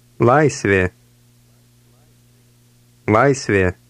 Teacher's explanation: paying attention to the hard L at the beginning of this word